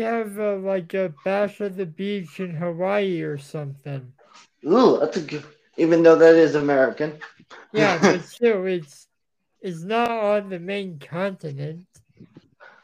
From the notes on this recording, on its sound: I apologize for the audio quality At Odds will now be looking into other podcast recording platforms.